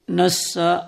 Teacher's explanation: بتشديد السين وفتح النون دون همز